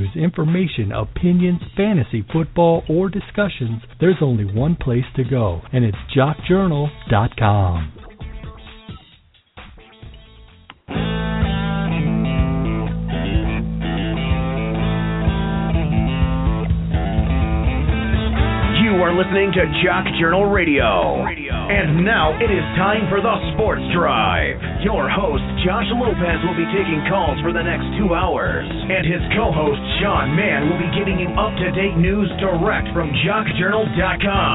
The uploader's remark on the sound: Your Phone Calls